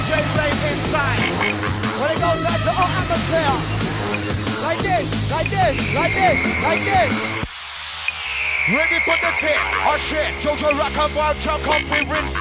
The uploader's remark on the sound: Tapes 1-4 Recorded Live At ‘Xmas Party’.